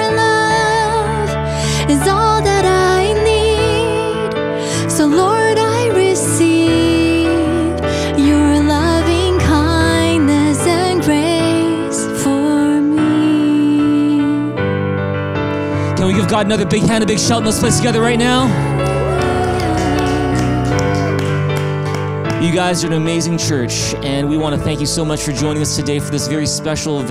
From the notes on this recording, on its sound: Streamed on February 14, 2021 at THRIVE Church Vancouver, Canada